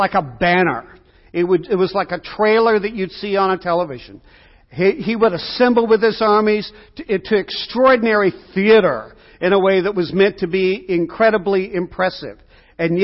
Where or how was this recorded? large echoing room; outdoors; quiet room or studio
large echoing room